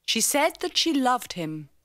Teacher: Remember to pronounce that with the schwa.